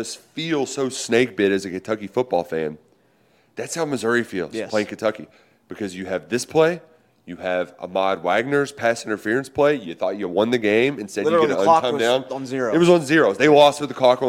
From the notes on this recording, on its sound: Live from SEC Media Days in Nashville. SEC Media Days have kicked off here in Nashville, Tennessee.